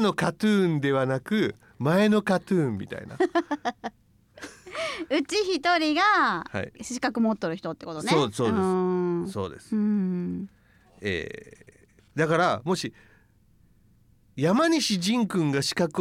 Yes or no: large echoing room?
no